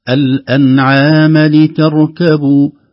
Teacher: شايف الأنعام خطأ، أنعام بالمد هكذا، لا الأنعام لتركبوا الأنعام بسرعة الميم فتحة فقط حركة واحدة · Term: بدون مد